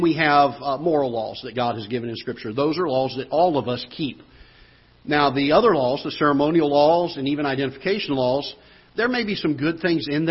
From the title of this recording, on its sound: Ketha Heights Baptist Church ~ Live Broadcast